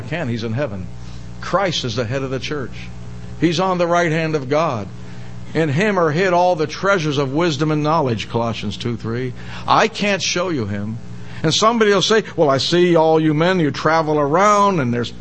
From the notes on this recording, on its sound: Given in the most part at Hollywood Bible Chapel.